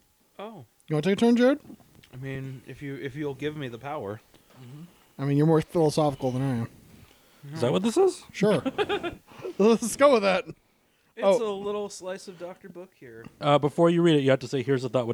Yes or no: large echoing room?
no